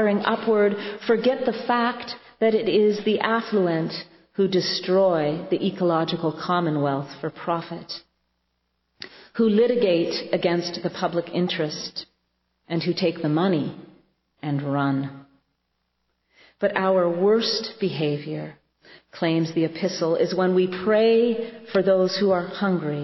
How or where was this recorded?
large echoing room